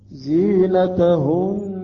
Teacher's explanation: عند الوقف يجب أن نأتي بالغنة وبمقدار حركتين، لا نقف هكذا، ولا يبدين زينتهن.